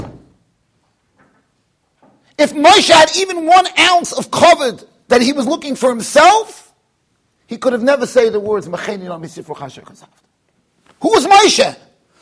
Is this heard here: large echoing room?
yes